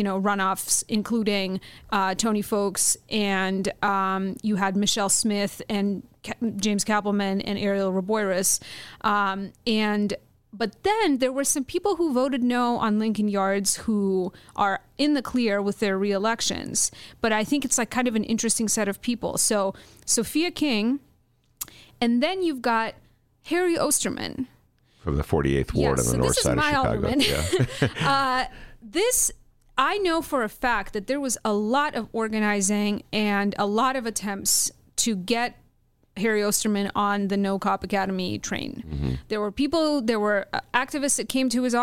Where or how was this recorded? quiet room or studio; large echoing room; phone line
quiet room or studio